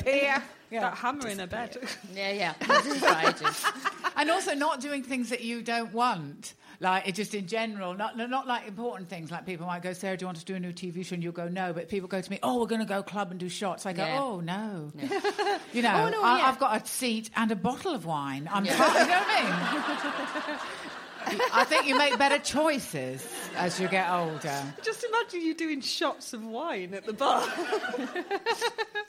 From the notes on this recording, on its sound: Highlights from Standard Issue In Conversation at Glasgow Comedy Festival 2016.